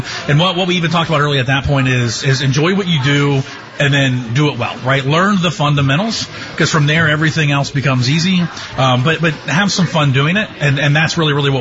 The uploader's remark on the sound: The Licking County Locker Room is broadcast Monday nights from Shipp Brothers Brewing in downtown Newark.